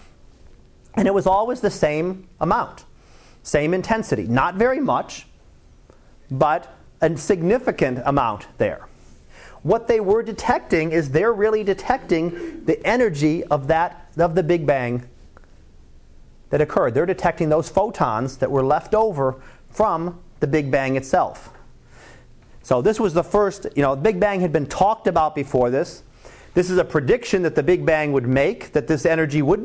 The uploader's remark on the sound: Live Class Lecture